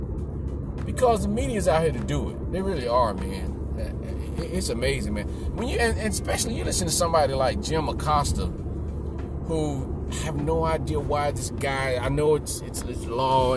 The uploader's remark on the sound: Podcasting from my car for the first time.